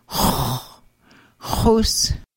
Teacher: X wedge with raised W is pronounced as a guttural H with rounded lips in the back of the throat